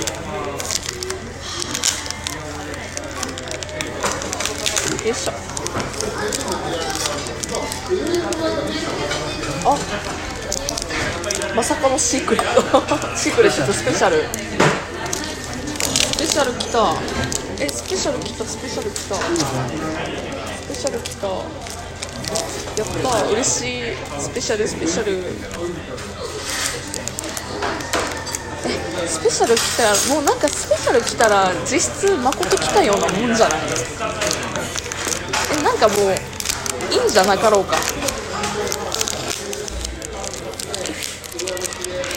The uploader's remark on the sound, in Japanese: 雑音がいつにも増して多めでわかりにくい音声で申し訳ありません